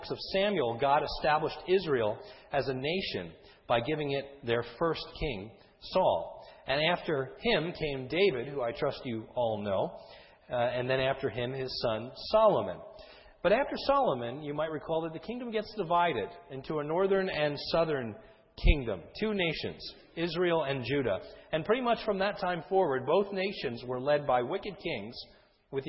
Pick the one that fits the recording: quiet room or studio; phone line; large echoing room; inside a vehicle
large echoing room